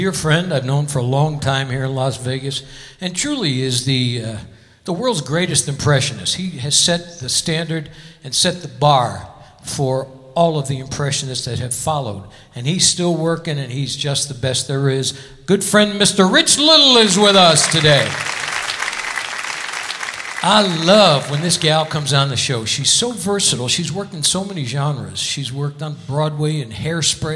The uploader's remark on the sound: Live at the SouthPoint